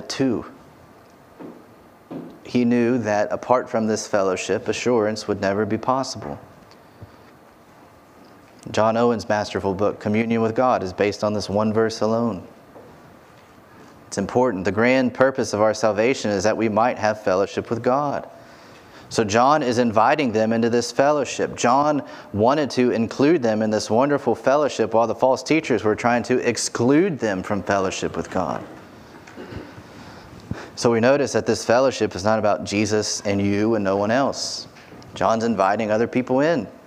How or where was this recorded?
large echoing room